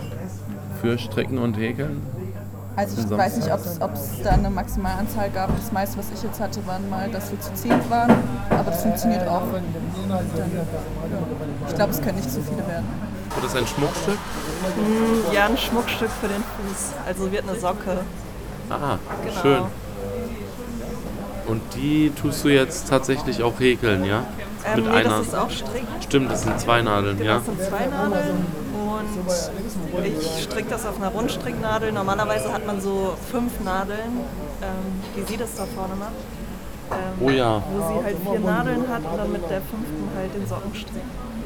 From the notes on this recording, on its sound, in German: Häkel- und Strickcafé im Strandi. Die gemütliche Runde in der gewohnt relaxten und einzigartigen Atmosphäre des Strandi als Audio festzuhalten.